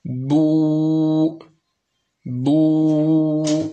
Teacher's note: في الواو هناك ارتفاع لأقصى اللسان مع انضمام الشفتين إخواني الكرام مع بقاء الفرجة